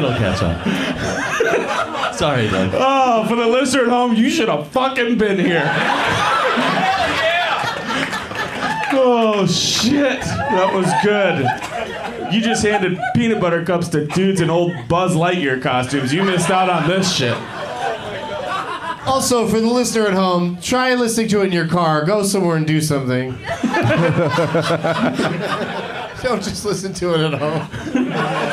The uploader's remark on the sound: Live from the Punchline in San Francisco